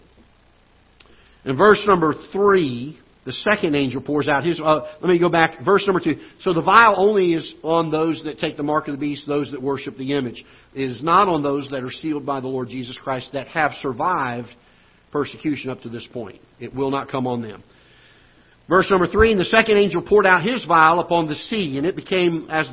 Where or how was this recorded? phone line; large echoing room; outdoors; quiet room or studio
large echoing room